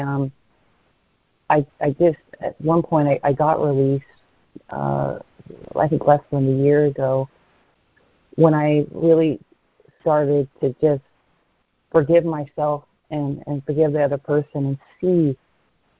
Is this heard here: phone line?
yes